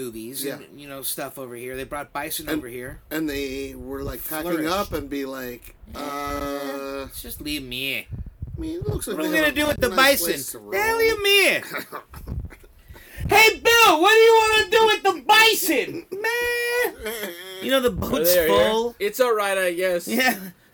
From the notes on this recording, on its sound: We took the boat to Catalina Island and recorded from sea.